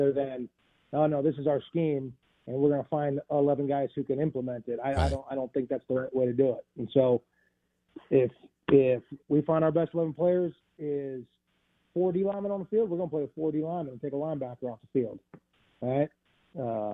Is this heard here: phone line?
yes